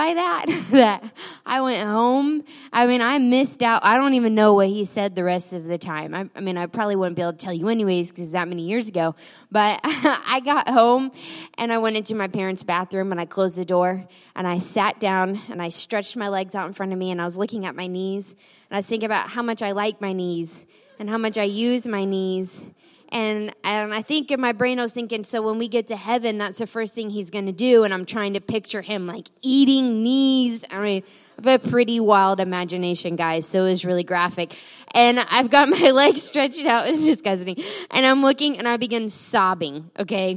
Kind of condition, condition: setting, large echoing room